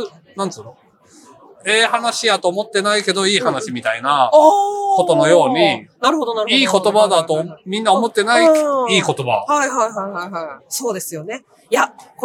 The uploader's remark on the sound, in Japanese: 文学フリマ大阪（2022/09/25開催）の会場から、マスク着用＆小声収録でお送りする14回目